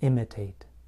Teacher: on the verb imitate, I place stress on the first part of the word